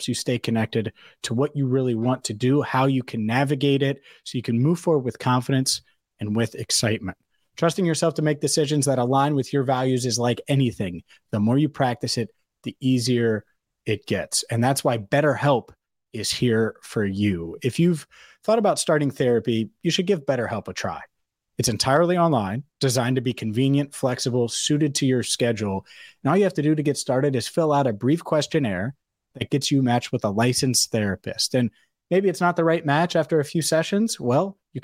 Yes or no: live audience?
no